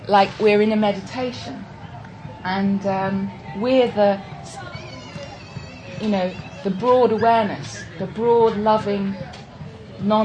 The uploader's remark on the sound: Listen for some lovely singing throughout! Talk given at the Buddhafield Festival in 2006.